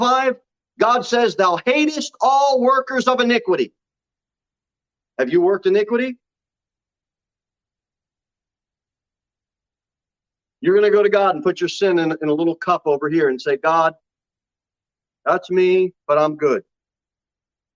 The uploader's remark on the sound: Sermon delivered at Pilgrim Baptist Church on Sunday, June 12, 2022 at 11:15 am. Jere Whitson Rd.